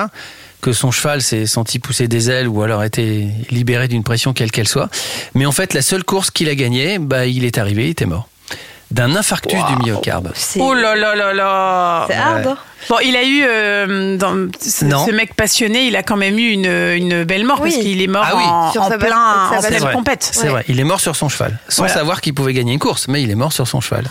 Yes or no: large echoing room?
no